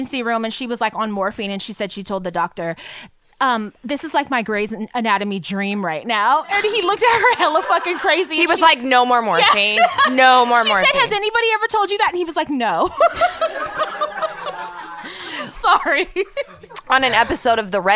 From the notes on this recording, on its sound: This week’s episode was recorded live before a studio audience.